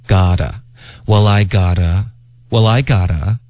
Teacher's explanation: got 要连读，然后浊化